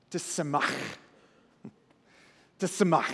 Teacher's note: But to start a word with TS, we don't get that, but that's Hebrew. And it ends with this deep guttural ach, like you're, you know, clearing your throat.